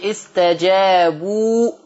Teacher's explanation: الواو المادية بمقدار حركتين